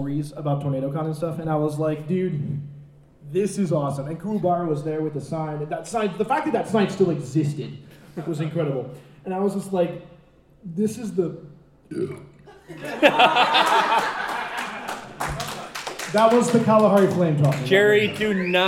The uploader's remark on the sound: Colossal Con Street Interviews. One of our panels was our patented street interviews, and boy what a doozey! Recorded live in front of a live audience, we had a chance to talk to many interesting people.